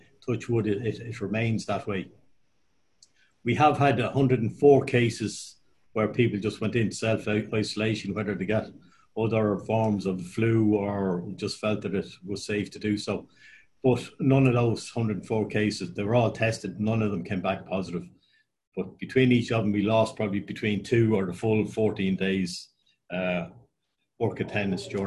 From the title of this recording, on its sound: APTN Zoom Call #8